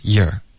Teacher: your,我们就发 year, ok?不用动嘴唇了，就直接 year,有个儿化音就行了